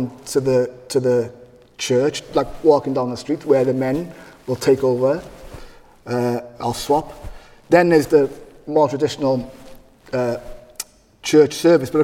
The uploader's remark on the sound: This is the first part of our conversation recorded live at St John's Church in Cardiff. In front of a live audience.